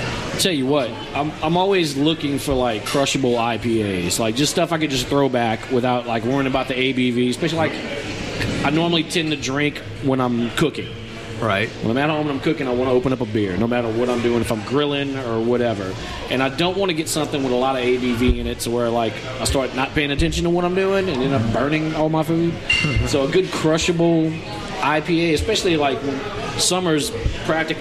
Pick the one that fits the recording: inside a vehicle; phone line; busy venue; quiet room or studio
busy venue